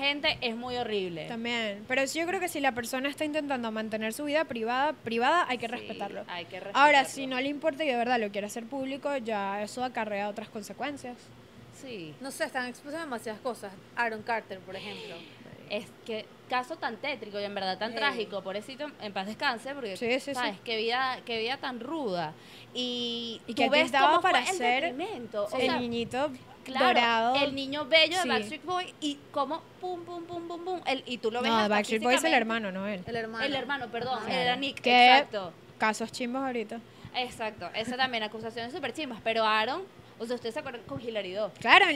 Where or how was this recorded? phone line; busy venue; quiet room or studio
busy venue